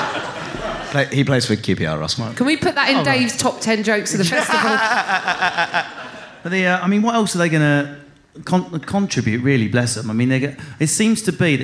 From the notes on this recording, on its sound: For the final episode of The Kaneing recorded at Edinburgh Festival.